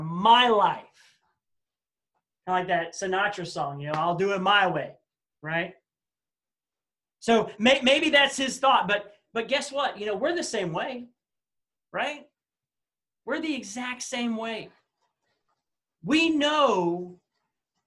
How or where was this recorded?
video call